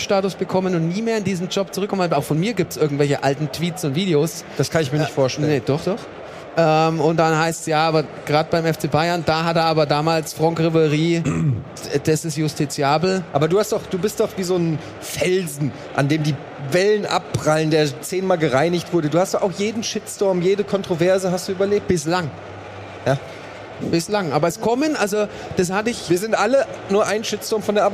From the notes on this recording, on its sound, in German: Was wäre die GAMESCOM 2022 ohne ein kleines, feines realtalk ALMOST DÖHLI LIVE auf der ROCKET BEANS-Bühne!